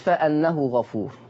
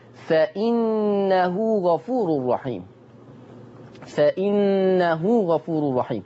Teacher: ورش عن نافع قرأها بكسر الهمز · Shown in: second take